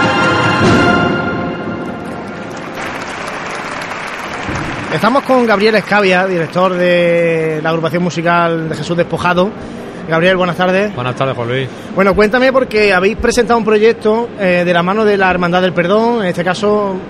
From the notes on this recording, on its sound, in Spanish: Radio Pasión en Jaén estuvo presente en la feria cofrade ANCOAR, palpando el ambiente allí vivido. En este programa especial, grabado desde el mismo recinto de IFEJA.